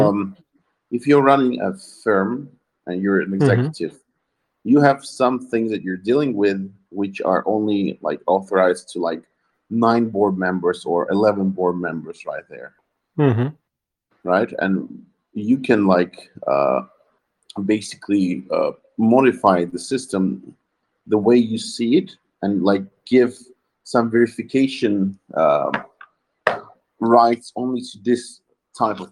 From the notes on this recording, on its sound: This is the recording of the Fireside talk which took place in Humanode telegram voice chat on September 22nd, 2021.